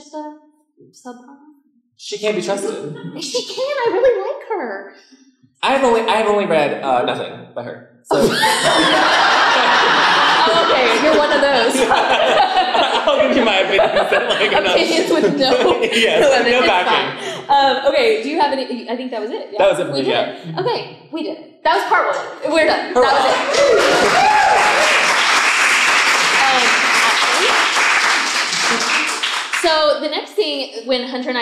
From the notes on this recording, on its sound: From the Front Porch Live from Reader Retreat! A recording of our live show from our February Reader Retreat!